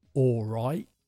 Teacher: If I slow it down, it's something like, "All right." We don't normally pronounce the L or the T.